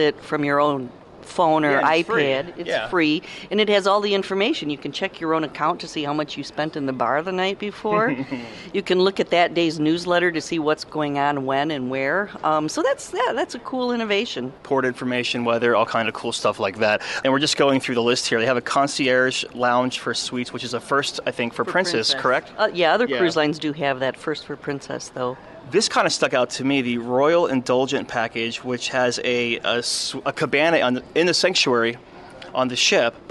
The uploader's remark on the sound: we are broadcasting from the Miami Beach Convention Center at Cruise Shipping Miami, a popular cruise industry conference